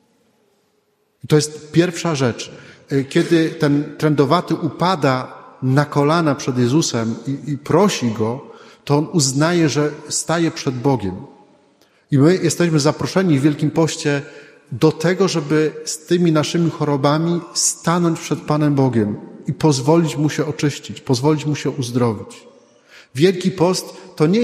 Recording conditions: large echoing room